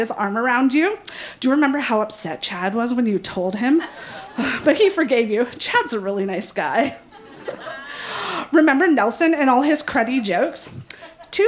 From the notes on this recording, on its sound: Recorded live in Vancouver, BC.